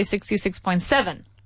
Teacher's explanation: So if you have a decimal, you don't stress the point.